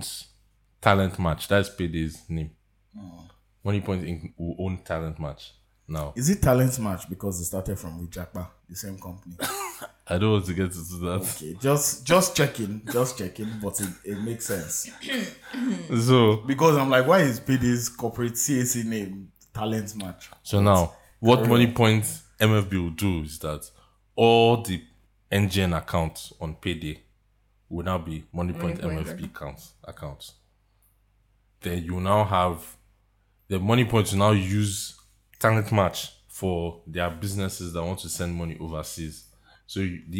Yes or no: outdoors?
no